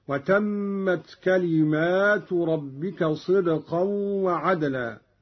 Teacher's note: قرأ قالون بألف بعد الميم على الجمع هكذا: وتمت كلمات ربك صدقا وعدلا.